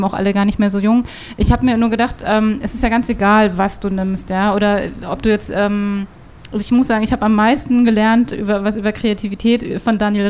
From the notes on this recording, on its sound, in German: Wir sprechen auf dem Pop-Kultur-Festival